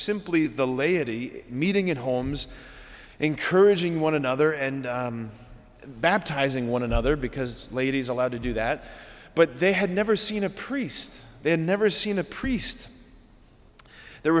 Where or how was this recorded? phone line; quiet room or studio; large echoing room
large echoing room